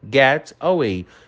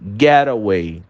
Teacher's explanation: Sempre que a gente fala o get, ele tem uma junção com outra palavra seguinte. Ele tem uma junção e o som parece quase que uma coisa única · Shown in: second take